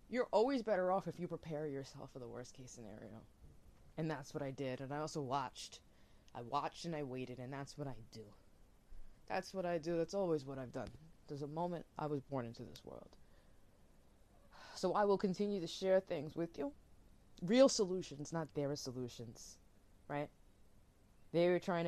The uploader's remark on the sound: Apologize ahead of time for low audio audio & mic issue , I’m not a pro at this.